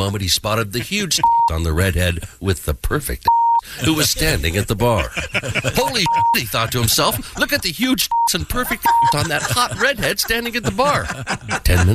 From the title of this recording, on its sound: Juggles Phone Calls at the Airport